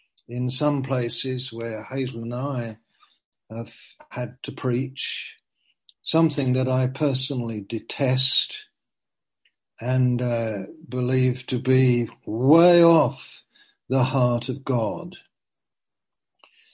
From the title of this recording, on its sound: (Zoom) - Teign Valley Sessions - 19:00